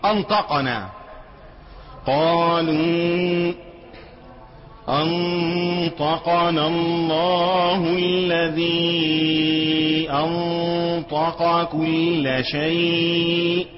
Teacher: الغنة تخين عشان تناسب الطا، ما تقولش أن، يبقى تيه اللي جاي لها، إنما النون بعدها طا، خلي الغنة تخينة عشان تطلع إيه؟